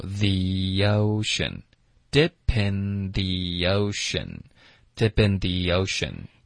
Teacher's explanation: 然后结尾的 n 呢，大家咬舌尖,dip in,咬舌尖发这个鼻音,OK, dip in,这样你连发到 the, dip in the,你的这个 z 的音肯定会发对、 oh.